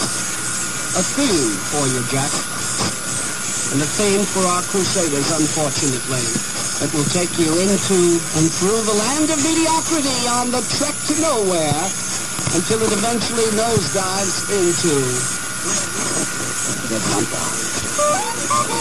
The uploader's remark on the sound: 1100 WWWE Cleveland. Scratchy recording.